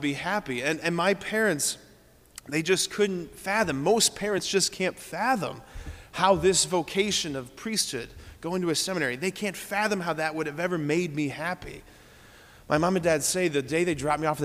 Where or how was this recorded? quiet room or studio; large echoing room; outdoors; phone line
large echoing room